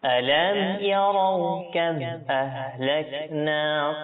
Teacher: মিম সাকিনের পর হামজা আসছে ইজহারে শাফাউই, মিম সাকিনের পর ইয়া আসছে ইজহারে শাফাউই, সেজন্য এখানে আমরা কোনো গুণনা করব না